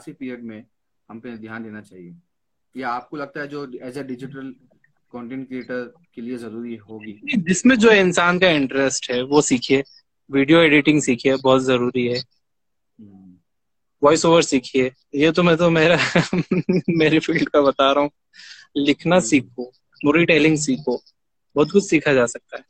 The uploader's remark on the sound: has been conducted live on Instagram at Aurangabad Buzz